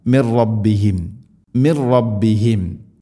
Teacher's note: നൂനിനെ റായിലേക്ക് ഇദ്ഗാം ചെയ്യണം അഥവാ കൂട്ടിലയിപ്പിക്കണം, മണിക്കാതെ ഉച്ചരിക്കണം.